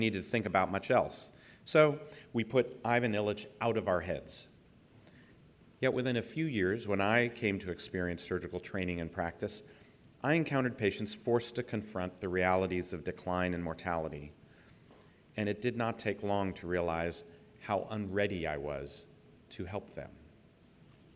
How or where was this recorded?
live audience